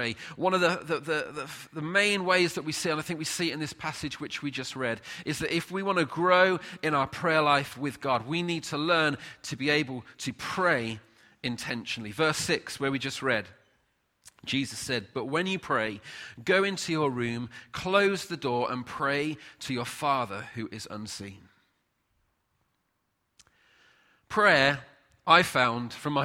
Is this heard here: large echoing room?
yes